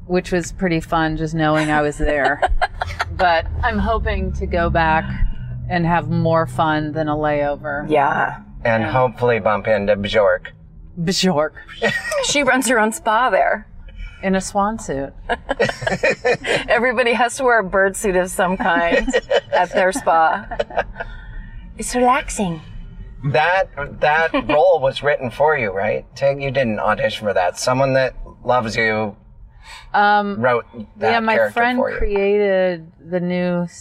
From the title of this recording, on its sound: In the Car